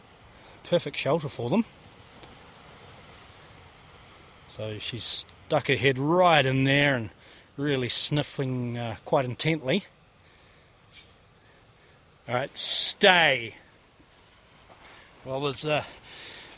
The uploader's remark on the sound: on a little penguin search in Wellington